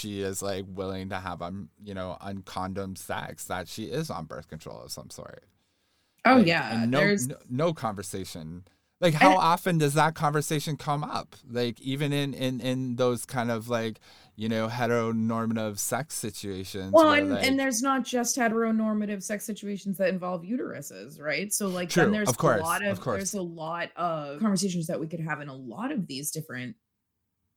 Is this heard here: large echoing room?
no